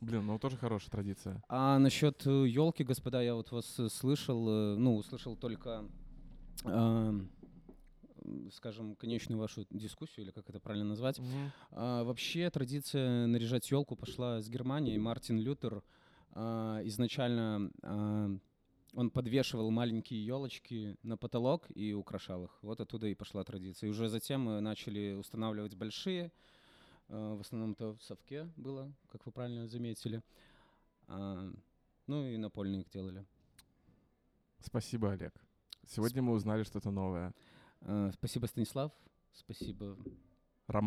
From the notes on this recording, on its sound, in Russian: Клумба Live - Просто душевный выпуск в баре.